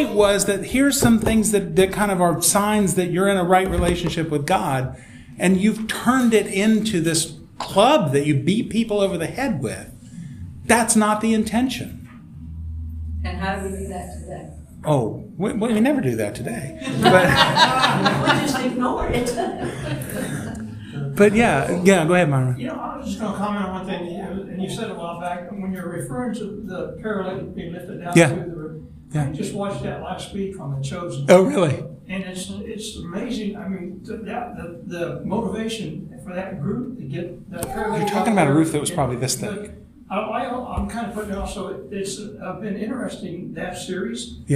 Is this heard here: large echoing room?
yes